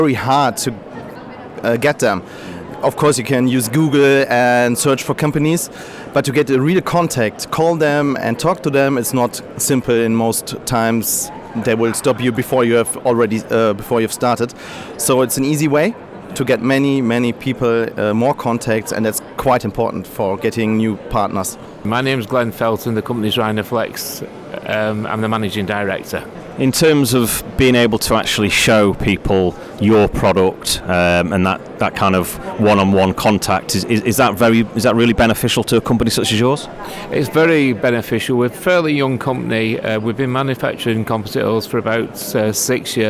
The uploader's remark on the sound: FPS Expo 2017 Podcast. Listen to exhibitors and organisers live from Exhibition Centre Liverpool.